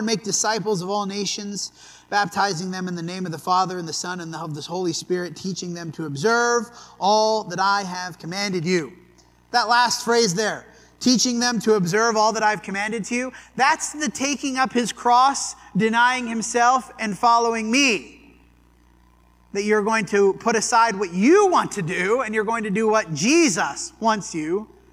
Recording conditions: large echoing room